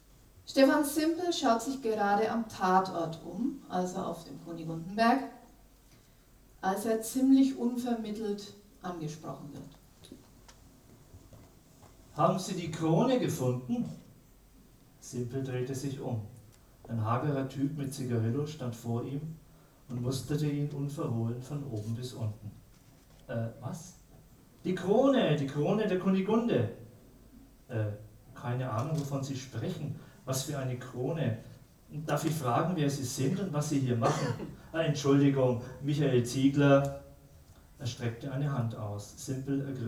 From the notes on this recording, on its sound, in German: Ein Live-Mitschnitt der Buchpräsentation. Wir freuen uns, dass wir Ihnen erstmals von einer Buch-Premiere einen Hörbeitrag weiterreichen können.